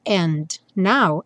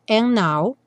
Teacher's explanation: é bastante comum no and now, tirar o D · Shown in: second take